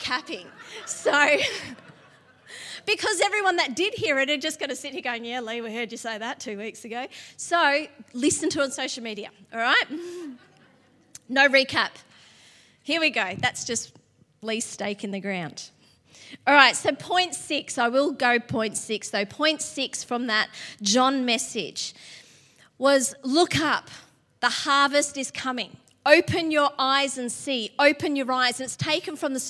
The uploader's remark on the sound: LIVE at Echo Church